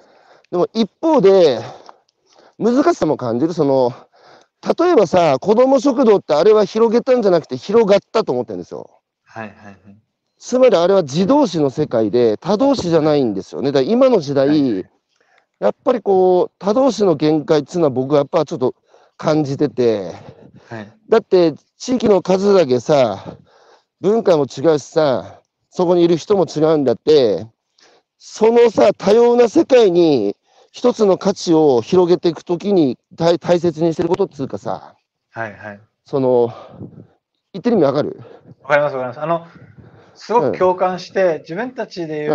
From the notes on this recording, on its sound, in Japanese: 歩きながら1時間、対談する